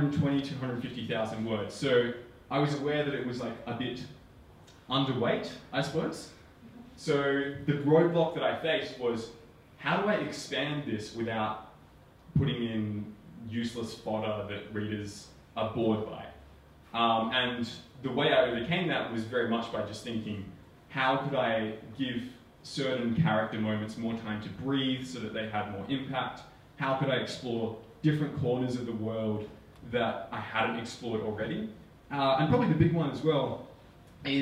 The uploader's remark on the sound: Book Launch Party. Today's episode features the audio recording from my latest book launch.